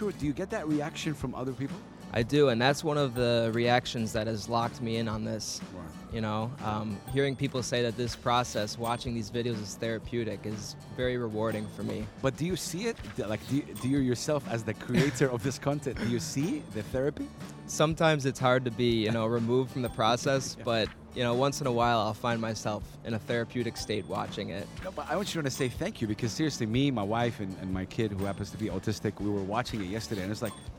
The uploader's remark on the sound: Live from SIBF 2023